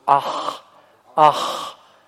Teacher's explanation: Ах, да, видите, здесь у нас встречается согласный хет. Помните, это гортанный, очень глубокий звук